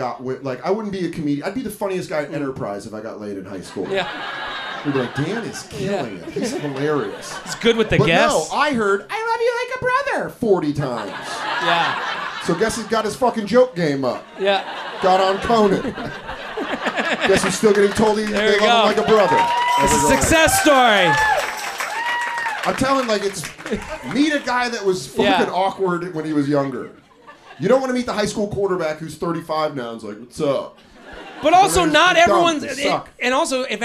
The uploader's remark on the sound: LIVE At The Village Underground